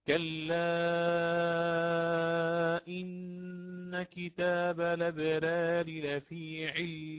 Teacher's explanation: وكذلك عند الوقف كتاب الأبرار، فيأتي بتقليل الألف إن وقعت بين رأين والثانية تكون مجرورة